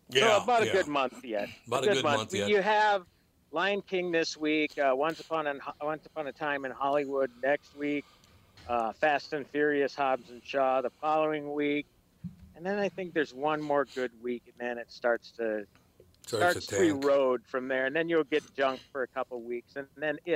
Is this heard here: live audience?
no